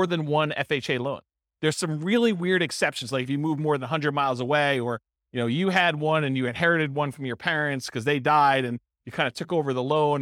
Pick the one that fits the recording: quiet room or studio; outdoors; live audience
live audience